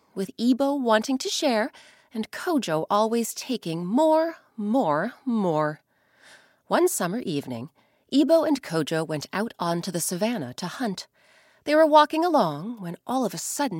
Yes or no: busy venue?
no